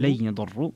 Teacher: ترك الغنة في قوله لن يضروا